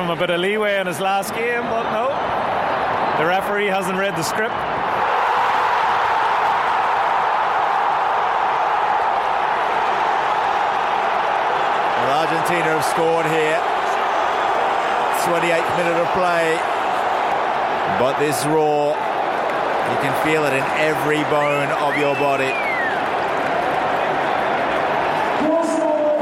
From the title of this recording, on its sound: live from Wembley